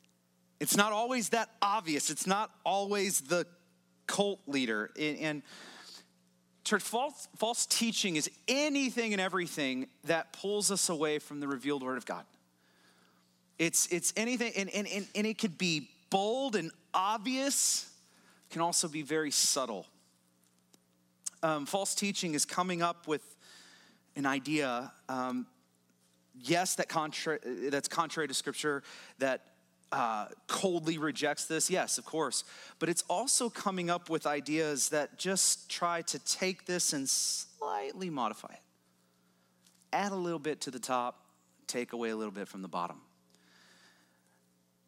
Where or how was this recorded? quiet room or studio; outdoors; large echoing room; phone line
large echoing room